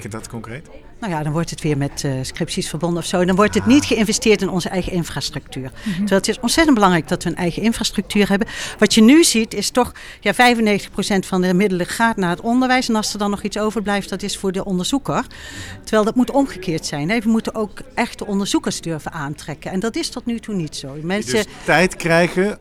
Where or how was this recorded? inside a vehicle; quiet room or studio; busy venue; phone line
busy venue